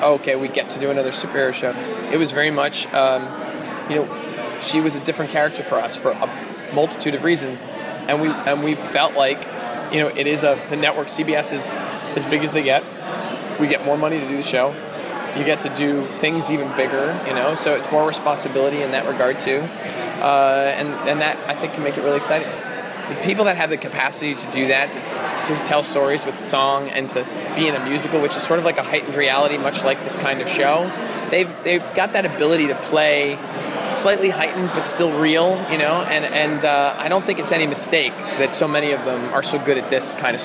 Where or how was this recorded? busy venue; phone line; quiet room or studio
busy venue